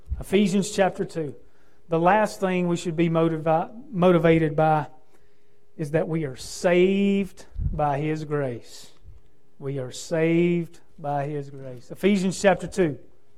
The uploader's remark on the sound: preaching from the pulpit at Victory Way Baptist Church